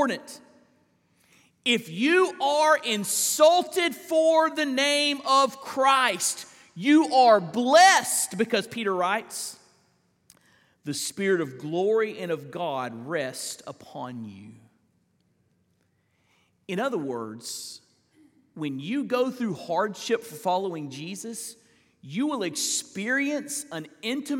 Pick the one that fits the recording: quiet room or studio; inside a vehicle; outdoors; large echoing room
large echoing room